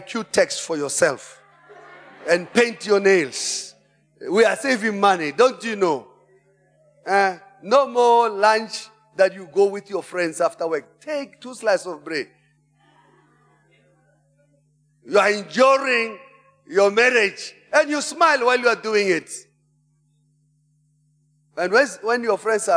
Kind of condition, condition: setting, large echoing room